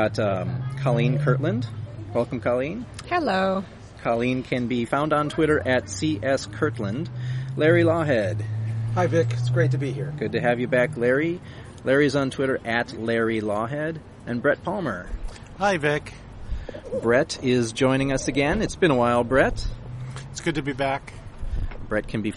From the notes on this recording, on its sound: outside a Coffee Bean and Tea Leaf in Irvine